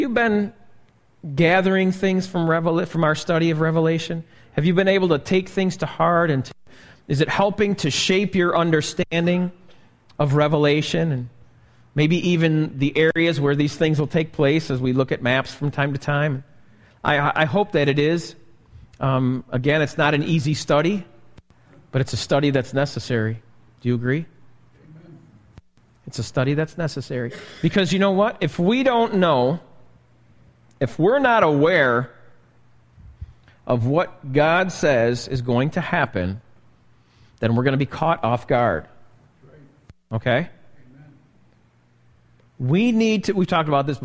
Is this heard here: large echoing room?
yes